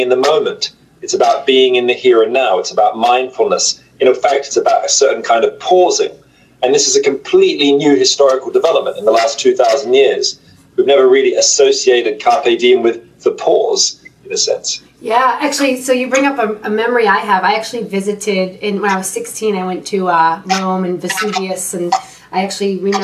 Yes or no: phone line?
no